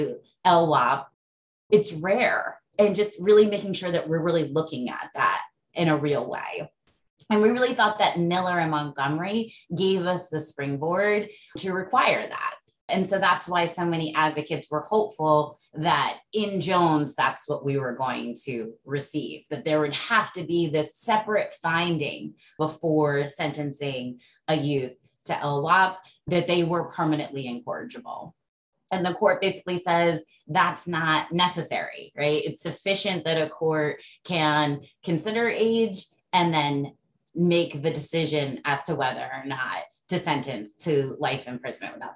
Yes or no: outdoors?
no